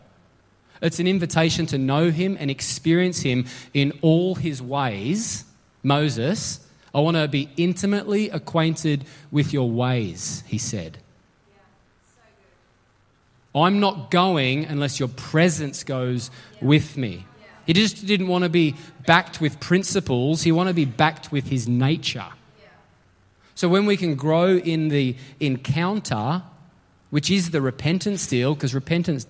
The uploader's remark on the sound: LIVE at Echo Church